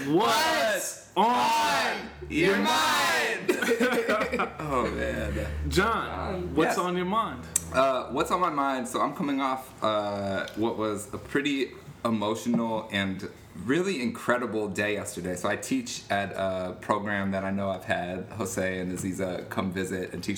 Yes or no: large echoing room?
no